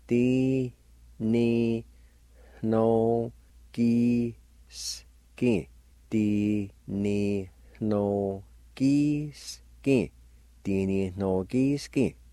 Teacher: there's a faint H sound right before the N-O, almost in the middle of the word